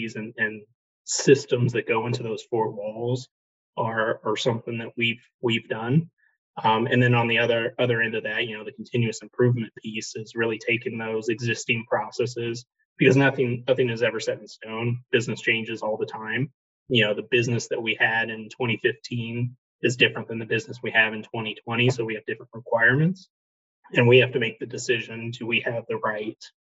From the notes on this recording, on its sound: via Zoom